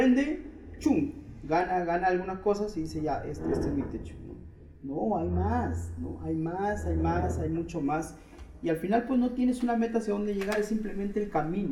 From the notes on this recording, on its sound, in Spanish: Se llevó a cabo en el Web Tres Night. Frente a un público en vivo de nuestra comunidad en el Hotel Santa Cruz. Este evento fue organizado en conjunto por WEBTRES junto a AndinoDAO.